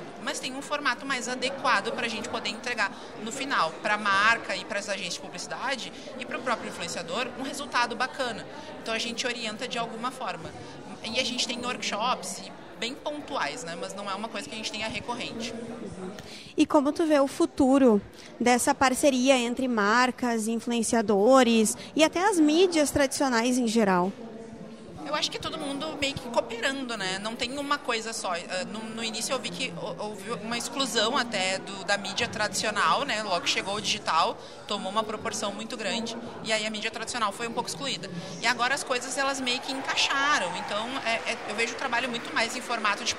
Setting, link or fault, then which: setting, busy venue